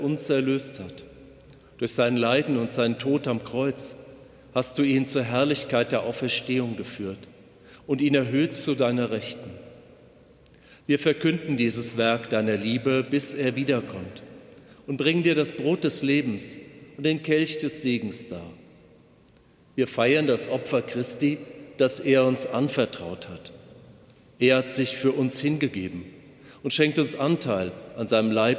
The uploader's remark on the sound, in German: Katholischer Gottesdienst am Ostersonntag aus dem Rheingauer Dom in Geisenheim. Liveübertragung.